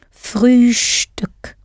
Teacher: Especially if you remember to pronounce the st in Frühstück as though it has a sh before the t. Frühstück.